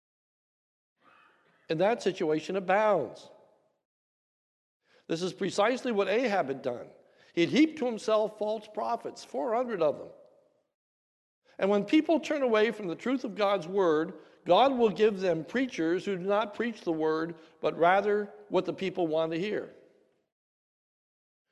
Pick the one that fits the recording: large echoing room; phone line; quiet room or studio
large echoing room